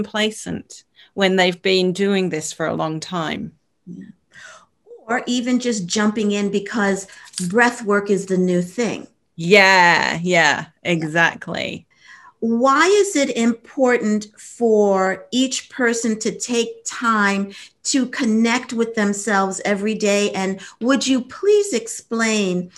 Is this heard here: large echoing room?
no